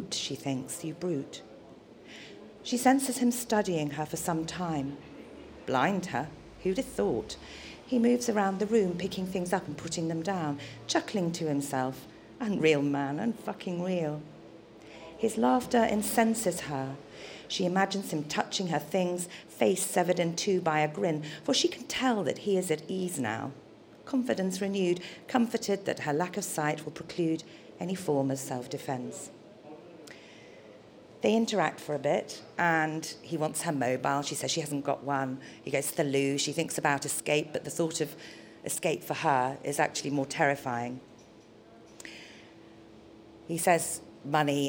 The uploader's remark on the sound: The recording you’re about to hear was made on December 19th 2013 at the Shrewsbury Coffeehouse during the launch of issue 1 of Bare Fiction magazine